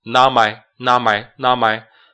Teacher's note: 然后 not 的 t 不读 not my. This is not my umbrella.